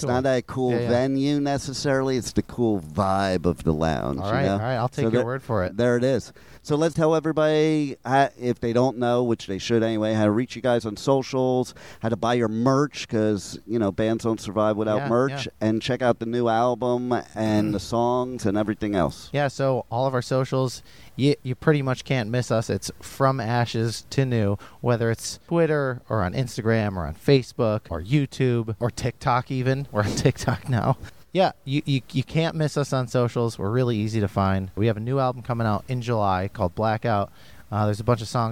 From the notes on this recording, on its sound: At the Welcome to Rockville festival. The iconic venue of the festival, the Daytona Speedway.